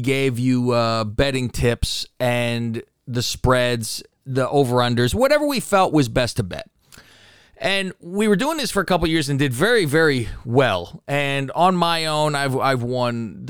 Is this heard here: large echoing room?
no